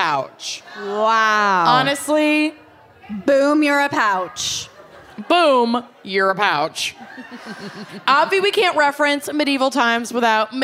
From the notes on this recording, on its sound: Brooklyn LIVE! Live from Brooklyn.